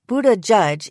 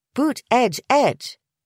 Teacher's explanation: Boot, edge, edge. But the middle syllable is more of a throwaway, an unstressed vowel or schwa · Shown in: first take